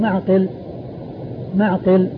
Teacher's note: معقل بالعين والقاف بالعين الساكنة والقاف المكسورة